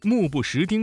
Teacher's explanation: 在目不识丁这四个字当中啊，韵母是合口呼的字是目和不